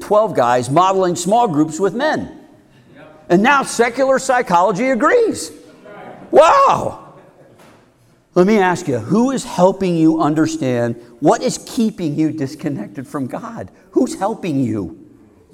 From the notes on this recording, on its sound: Heart of a Man is a men's community based our Carmel, IN. Which he gave at a recent men's conference.